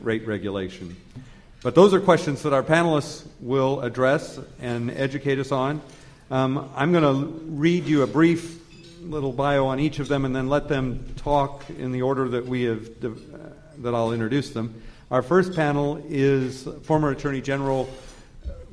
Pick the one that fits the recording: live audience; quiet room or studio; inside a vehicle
live audience